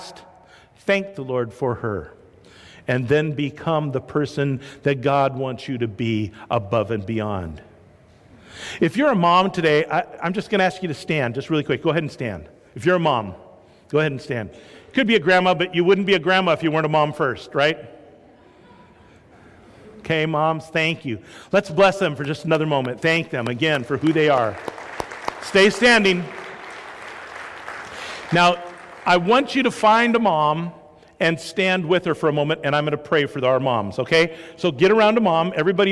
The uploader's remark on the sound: This is a live sermon preached at Sacramento First Church of the Nazarene Mother's Day 2019.